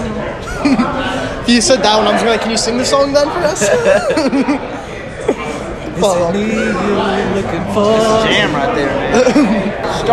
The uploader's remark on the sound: Welcome to the BarCast where we Answer the Most Absurd Questions on the Internet Live from Dive Bars across America!